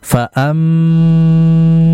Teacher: Nah, perhatikan berikutnya ada mim tasydid. Apabila ada mim tasydid, ini sudah dipastikan ini termasuk gunnah yang sangat sempurna, maka dibaca dengan ditahan cukup lama.